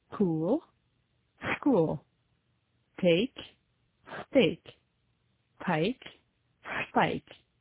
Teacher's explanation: Quand en français, il n'y a pas d'émission d'air, pas de souffle, après les consonnes T, T et K. En anglais, ces consonnes sont suivies d'un souffle, d'une légère explosion, sauf lorsqu'elles sont précédées de S.